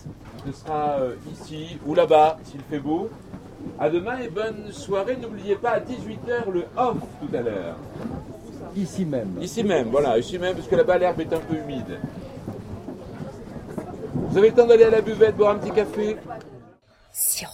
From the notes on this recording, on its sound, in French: 18ème Festival Interculturel du Conte - Ile de Vassivière. Un medley festivalier conté à écouter de préférence au casque et les yeux fermés.